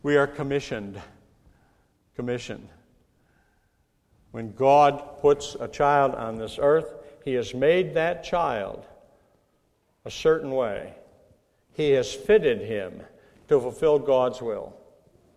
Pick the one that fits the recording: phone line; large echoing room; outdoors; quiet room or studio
large echoing room